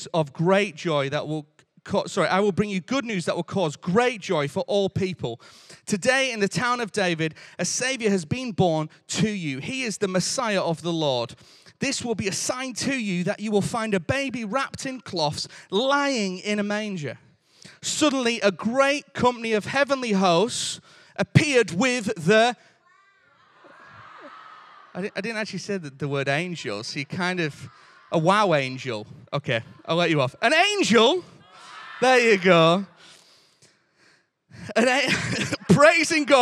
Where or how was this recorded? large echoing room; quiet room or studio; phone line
large echoing room